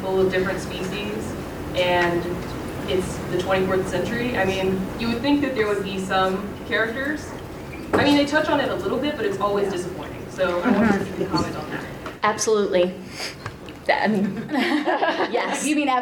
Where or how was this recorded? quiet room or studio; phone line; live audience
live audience